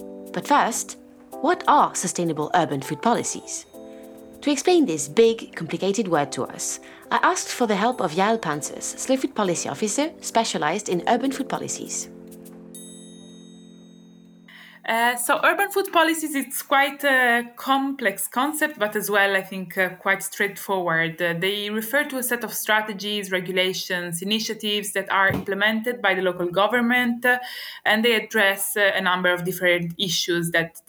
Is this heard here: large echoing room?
no